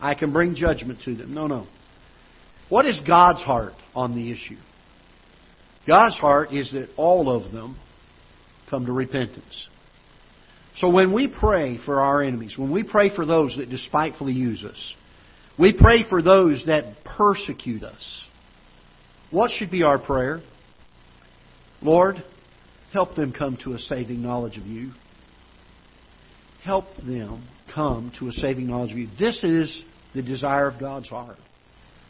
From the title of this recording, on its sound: Ketha Heights Baptist Church ~ Live Broadcast